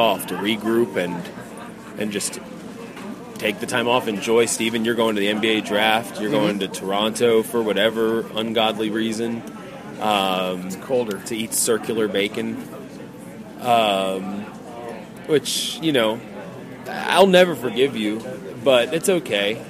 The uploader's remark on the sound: record on the street, Top 8 Magic style, in Vegas